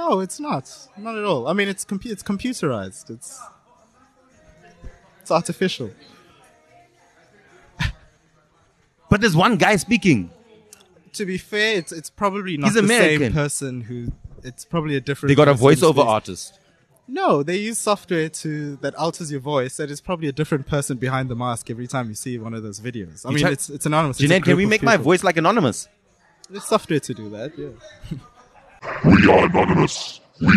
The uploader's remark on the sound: LKS Outside: At a pre-party for the Rugby